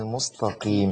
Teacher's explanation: اقول ان القاف هنا مفخمه لكن تفخيمها نسبي